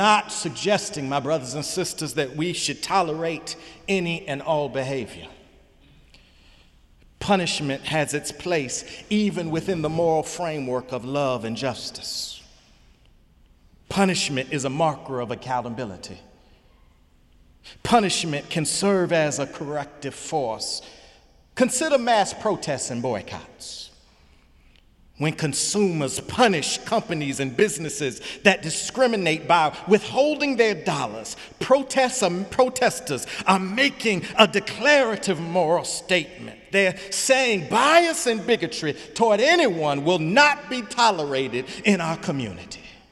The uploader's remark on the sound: Sunday sermon May 6, 2018 in the Memorial Church of Harvard University